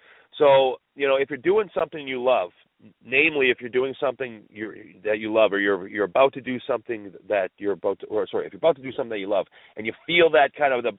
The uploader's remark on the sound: we are opening up the phone lines